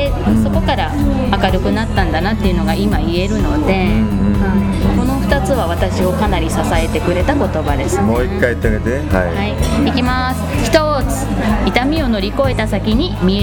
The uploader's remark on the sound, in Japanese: ガストのにぎやかな店内で。対談収録しました。